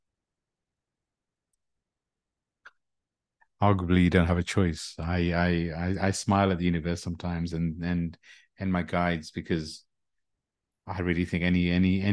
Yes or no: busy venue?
no